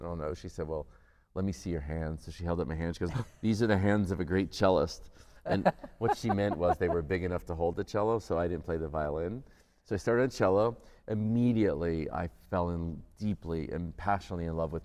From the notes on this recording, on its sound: Live from the Capitol Theatre